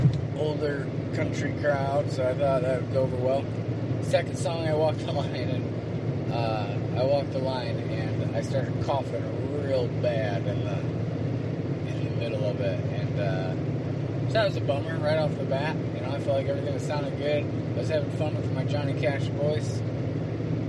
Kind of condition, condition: setting, inside a vehicle